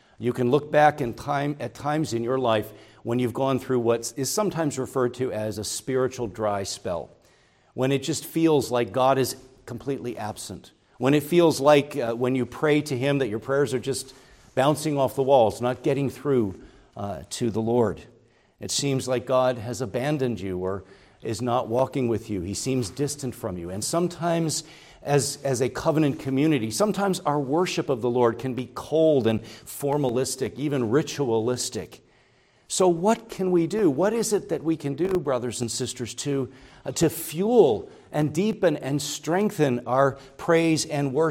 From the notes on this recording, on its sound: preached at Grace Orthodox Presbyterian Church in Sewickley, PA, during the evening Worship Service on Sunday, June 11, 2023.